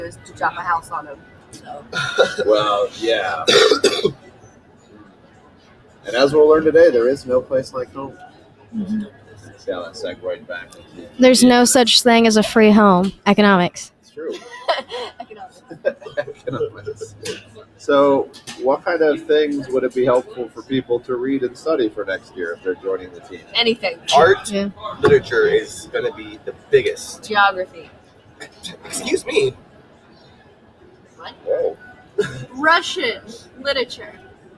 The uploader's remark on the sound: Live from Small School Nationals